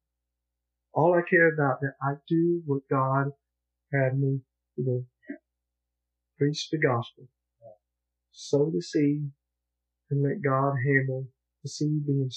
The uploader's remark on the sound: Audio Quality is not as good because of technical difficulties with the lapel audio. Used the Choir Mic audio for the sermon.